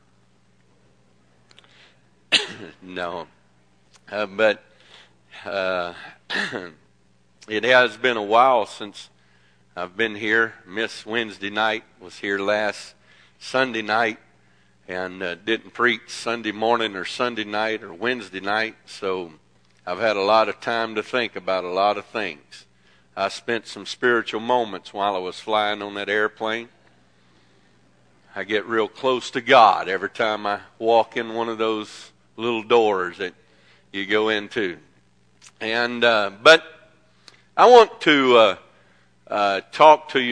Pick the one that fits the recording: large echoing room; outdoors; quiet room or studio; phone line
large echoing room